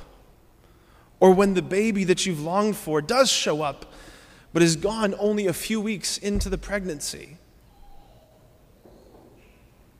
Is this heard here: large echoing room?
yes